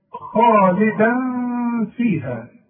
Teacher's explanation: ننطق ازاي هذه الكلمة خالدا فيها تغن وتخفي